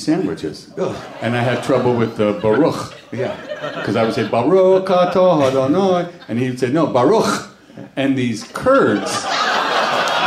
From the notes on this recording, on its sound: a Live WTF taping at SXSW in Austin, Texas